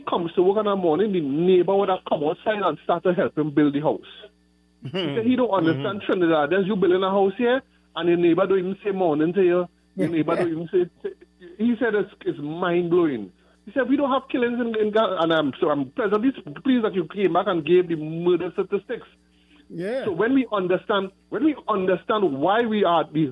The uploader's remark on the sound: we take more calls from the audience